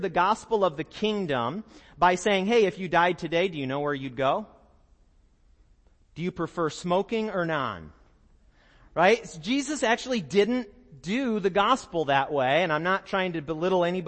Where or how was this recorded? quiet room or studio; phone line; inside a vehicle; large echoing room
large echoing room